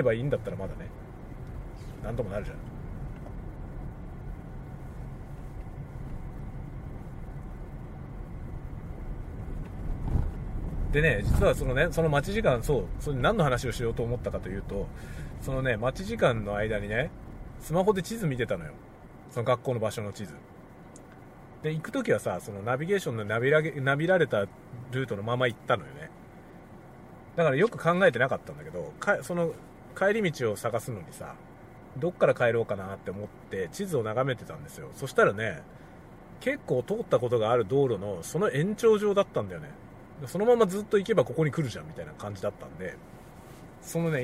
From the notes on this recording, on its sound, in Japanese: ドライブ雑談。仕事の講演に行く道中、車を運転しながら雑談する車内収録です。使用マイク：TASCAM X6。